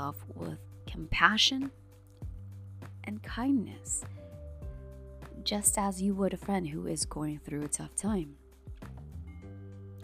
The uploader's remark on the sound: there's the sound of a fan whirring in the background - hope it won't be too distracting.